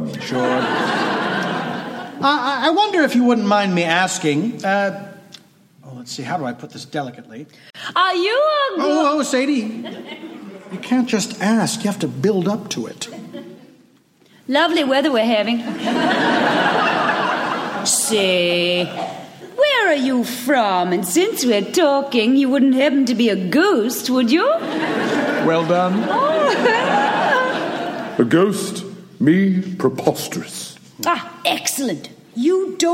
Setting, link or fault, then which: setting, live audience